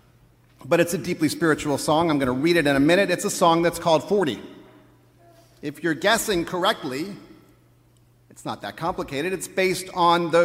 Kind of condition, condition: setting, large echoing room